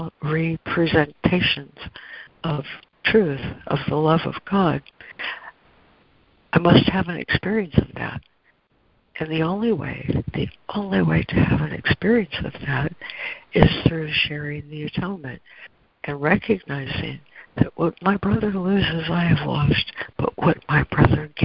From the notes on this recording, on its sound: ACIM Daily Conference Call